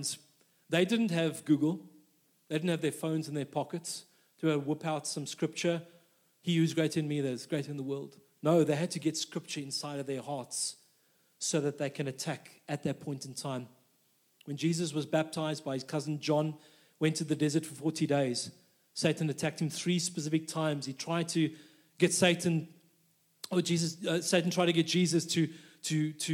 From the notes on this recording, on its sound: This message was recorded live at our Malmö Gathering on Sunday, September 3rd, 2023.